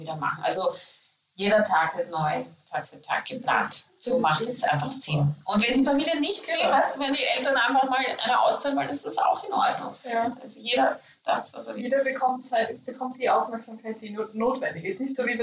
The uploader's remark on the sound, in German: SORRY für die schlechte Audioqualität! Auch wenn unser Mikrofon diesmal etwas gestreikt hat.